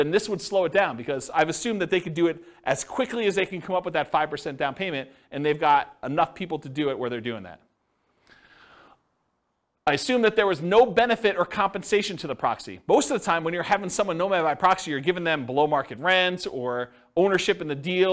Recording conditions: live audience